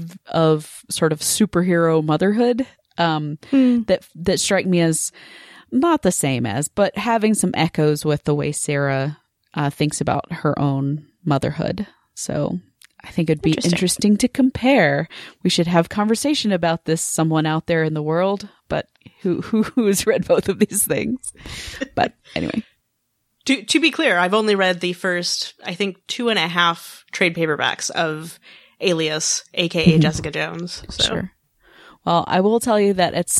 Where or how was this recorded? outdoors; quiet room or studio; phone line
quiet room or studio